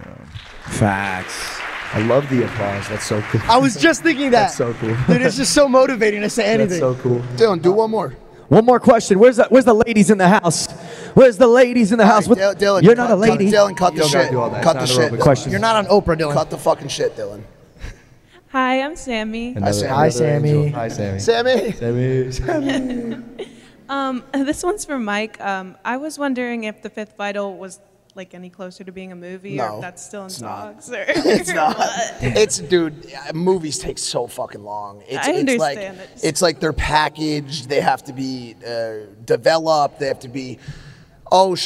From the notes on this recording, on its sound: LIVE audience show in Columbus, Ohio.